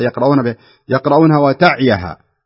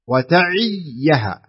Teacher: والصحيح أن يكسر العين وينطق الياء · Shown in: second take